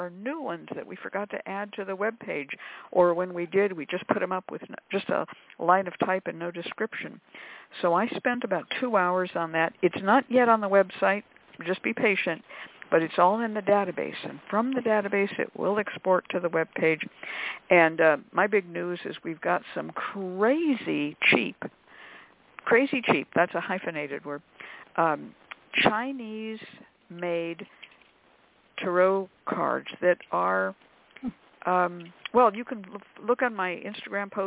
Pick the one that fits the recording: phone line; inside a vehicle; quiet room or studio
phone line